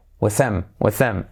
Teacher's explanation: TH como Z, saltamos la H, y como E.